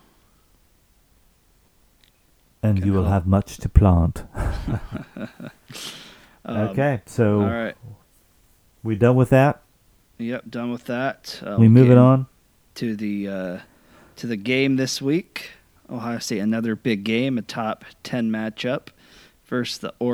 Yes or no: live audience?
no